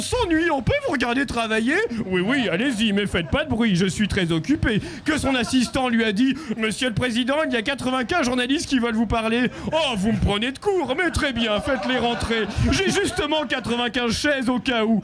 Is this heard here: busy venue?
yes